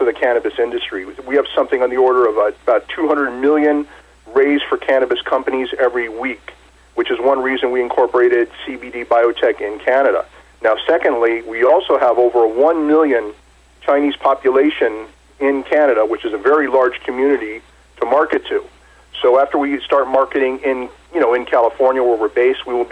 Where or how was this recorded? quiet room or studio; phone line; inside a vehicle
phone line